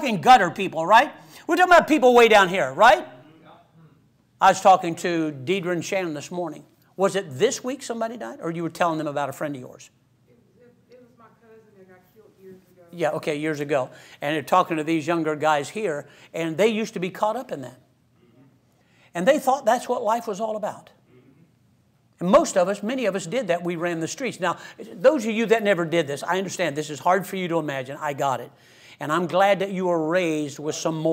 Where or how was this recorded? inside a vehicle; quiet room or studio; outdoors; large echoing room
large echoing room